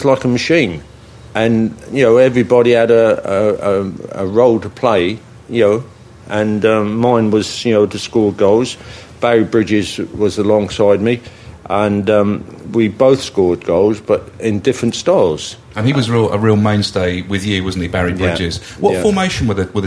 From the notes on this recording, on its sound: Coming live from the Millennium Hotel